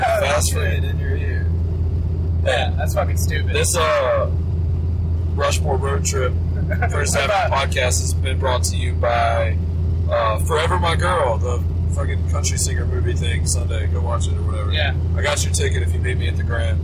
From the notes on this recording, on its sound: We took a roadtrip to Columbus and recorded a podcast in a car. Sound quality probably blows.